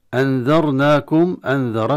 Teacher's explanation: والنون الساكنة عند الذال تخفى، حكمه إخفاء النون عند الذال